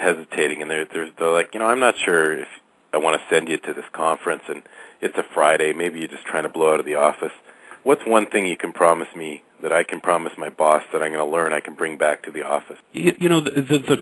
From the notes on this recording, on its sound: Live Call with Speakers for the SFIMA Summit. Call in line.